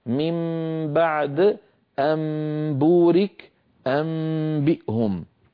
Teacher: قلب النون الساكنة أو التنوين عند الباء ميما مخفاة بغنة، بغنة يعني بغنة مطولة، نحو من بعد أنبورك أنبئهم. · Term: القلب